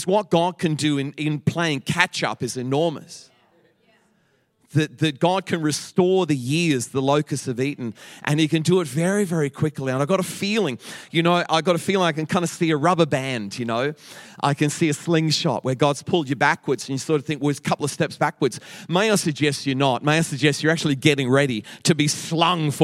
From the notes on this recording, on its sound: Echo Church Melbourne